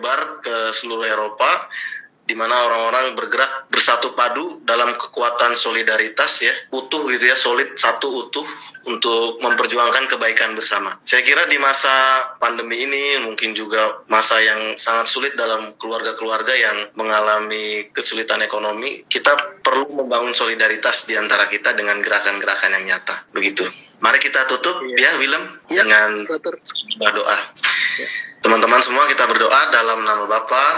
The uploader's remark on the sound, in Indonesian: Adaptasi dari obrolan di Live Instagram Mei 2020